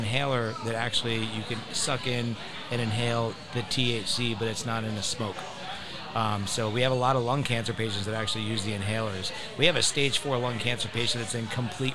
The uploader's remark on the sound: Join us as we recorded live from this exclusive invite-only, VIP, private event!